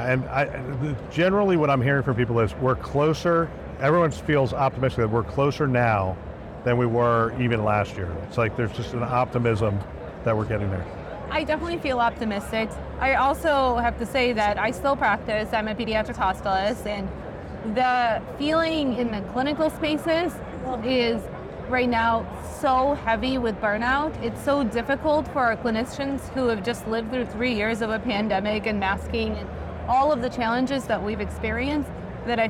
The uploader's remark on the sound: Interview in Action live from HIMSS 2023